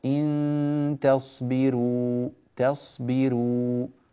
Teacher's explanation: ترقيق الراء كذلك، عندنا حرف الراء مرقق لأن الراء هنا مضمومة وجاء قبلها كسر